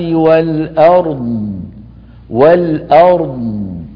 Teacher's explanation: وننتبه إذا وقفنا على الضاد ألا يأتي خلفها شيء آخر، يعني إن في خلق السماوات والأرض والأرض. هل سمعتم صوت الضاد كيف هو ممتد رخو؟